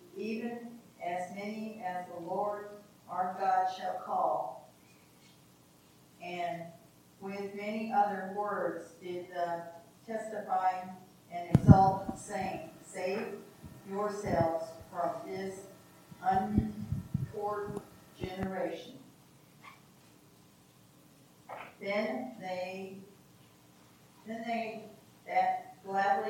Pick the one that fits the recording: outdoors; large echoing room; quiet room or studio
large echoing room